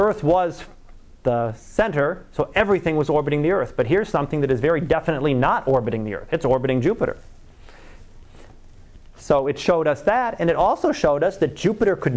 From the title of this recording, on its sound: Live Class Lecture